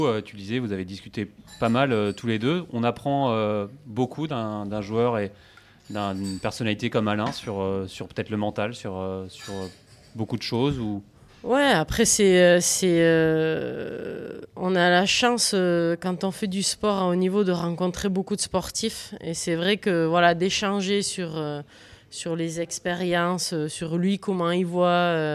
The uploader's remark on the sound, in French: Cette semaine Swing est en direct de Deauville où se déroule cette semaine le Lacoste Ladies Open de France.